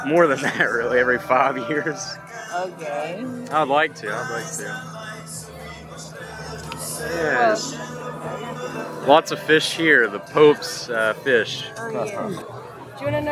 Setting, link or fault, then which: setting, busy venue